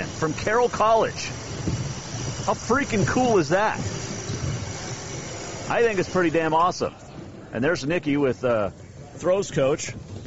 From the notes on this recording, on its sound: Live from Day 3 at the State A Combined at Great Falls.